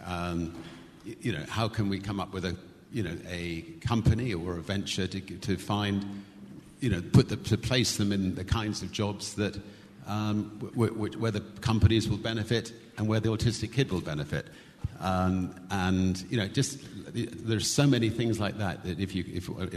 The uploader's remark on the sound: In this special episode, we broadcast an interview that took place in October at the 2016 Forbes 30 Under 30 summit. Answer questions from the audience.